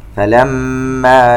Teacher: عندنا ميم مشددة تغن بمقدار حركتين